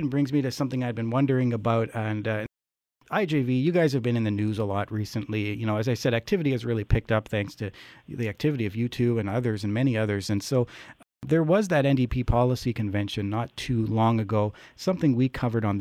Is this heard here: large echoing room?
no